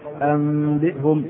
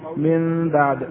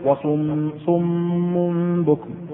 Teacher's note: وحقيقة القلب قلب النون الساكنة والتنوين ميما بغنة مع الإخفاء